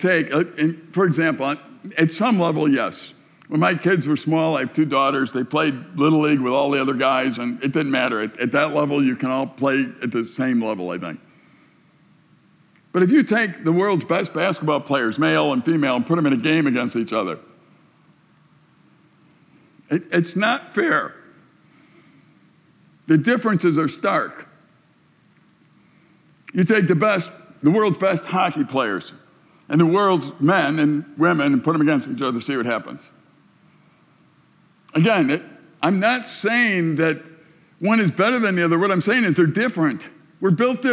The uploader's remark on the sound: A message delivered to the summer staff and volunteers at Silver Birch Ranch, June 2020